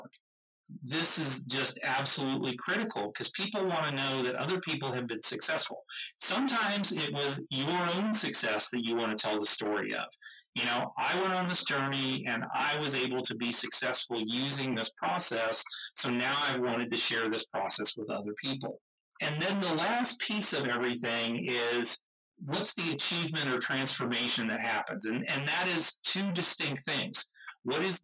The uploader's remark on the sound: We apologize for the audio quality of this episode